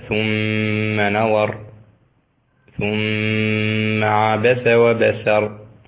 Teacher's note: هذه ميم مشددة، فلا بد من أن نأتي بالغنة بمقدار حركتين في كل من النون والميم المشددتين في جميع القرآن.